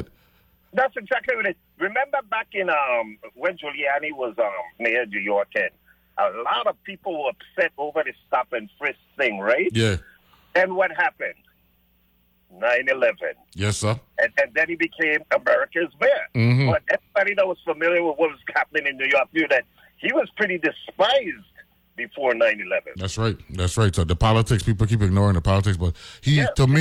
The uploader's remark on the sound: On the phone.